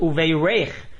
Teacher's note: Under the reish, there is a tsere, vitamoy lemato, and the accent is on the last syllable on the reish. The word is pronounced uveirech, with the accent on the reish, and a tsere under the reish.